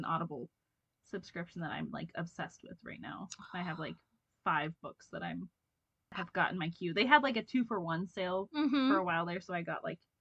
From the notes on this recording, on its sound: Bear with us on the audio of this and the next couple episodes. We aren't sure what went wonky but we will sort it out and have better quality coming at you asap!